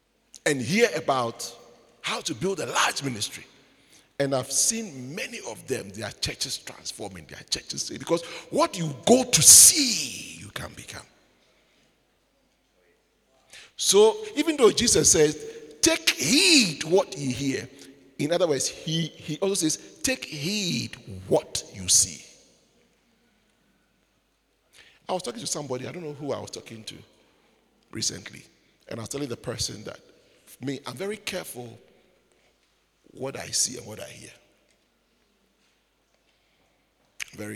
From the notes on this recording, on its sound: Preached at the Joyful Encounter Service, Windhoek Namibia.